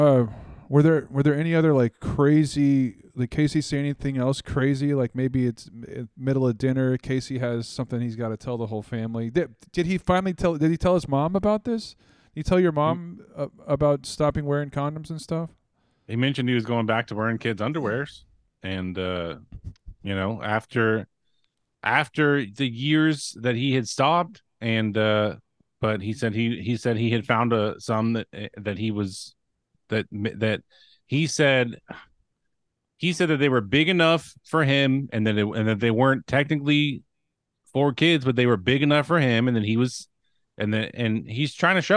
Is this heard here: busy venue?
no